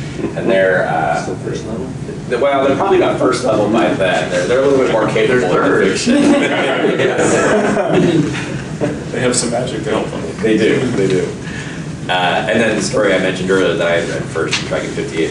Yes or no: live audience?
yes